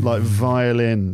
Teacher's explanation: that's the voiced labiodental